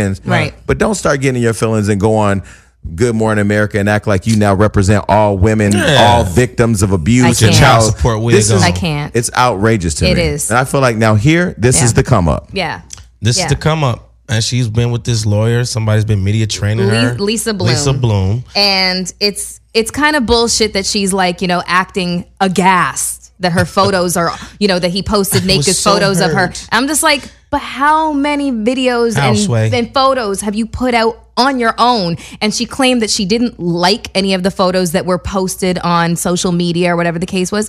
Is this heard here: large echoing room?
no